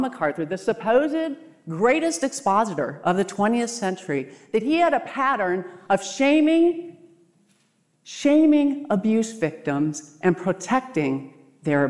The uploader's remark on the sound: What you’re about to hear is a very personal talk I gave at the 2023 RESTORE conference.